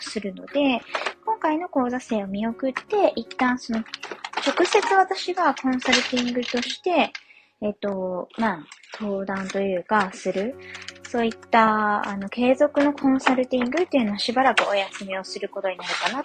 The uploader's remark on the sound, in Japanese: 雑音入り